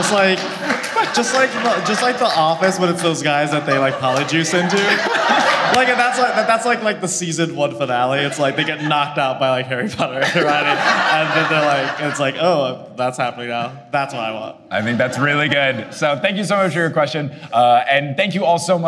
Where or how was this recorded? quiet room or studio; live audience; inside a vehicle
live audience